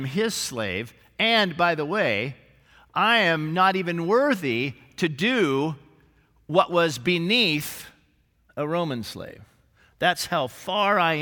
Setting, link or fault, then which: setting, large echoing room